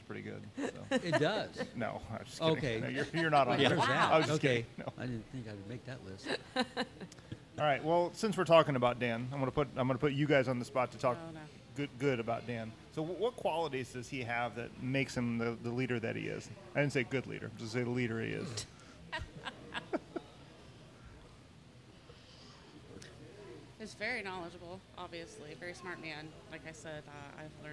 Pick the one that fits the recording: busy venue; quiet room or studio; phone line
busy venue